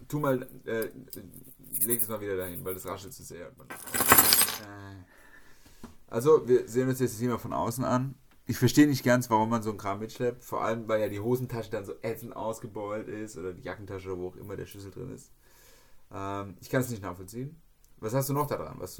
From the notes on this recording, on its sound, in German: Liegt bestimmt daran, dass wir sie am Feiertag aufgenommen haben. Irgendwie ist der Ton noch ein bisschen leise, aber das wird schon. Ich hatte nur irgendwas falsch eingestellt.